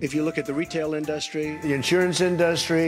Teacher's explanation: Trump puts the stress on the schwa, which never happens in English.